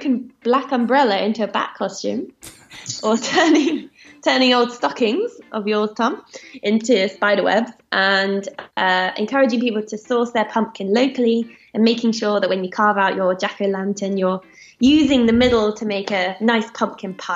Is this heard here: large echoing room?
no